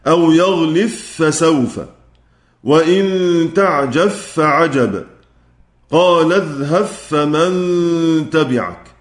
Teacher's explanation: أدغموا الباء المجزومة، الباء المجزومة كما سيأتي ذكرها محصورة في الفاء بعدها إدغاما محضا